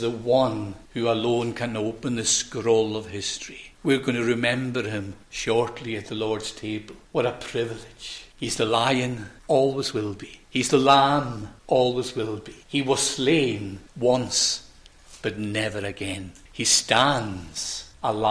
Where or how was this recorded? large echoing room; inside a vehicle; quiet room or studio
large echoing room